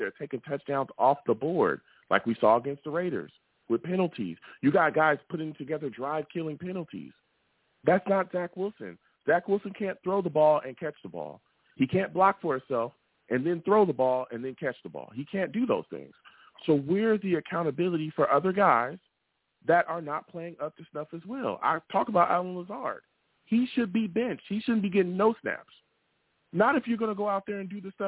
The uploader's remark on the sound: I take live callers!